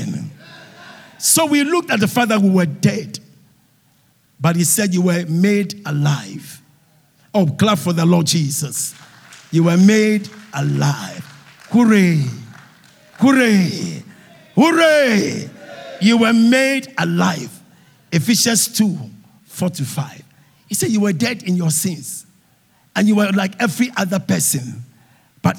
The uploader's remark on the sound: Sermon preached at CBC Shiashie Campus